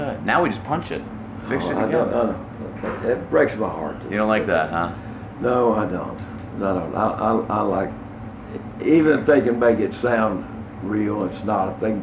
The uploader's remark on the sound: backstage interview turned podcast, recorded during Americanafest in Nashville this year.